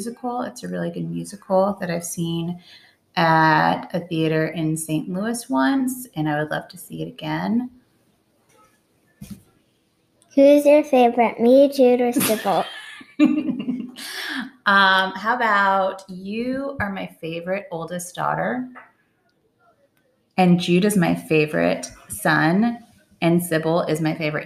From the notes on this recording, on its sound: This episode is kinda glitchy because Anchor wasn't working great.